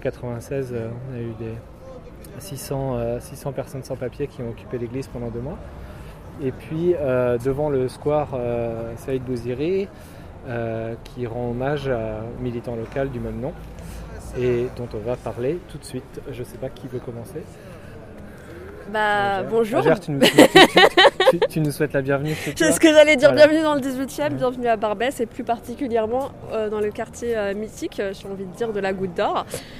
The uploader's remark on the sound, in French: En accomplissant ensemble deux marches sur les traces de ces histoires. Les deux enregistrements que ces marches ont produit. Ce qui crée leur cohérence néanmoins est la progression spatiale que nous accomplissons, ainsi que l’excavation de différentes strates de la géologie politique de Paris à chaque endroit où nous nous arrêtons.